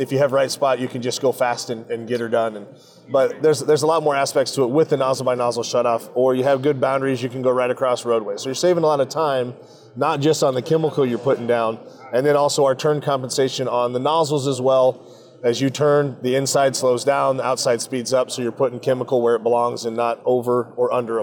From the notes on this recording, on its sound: Live from the show floor in Des Moines at the Iowa Ag Expo 2024.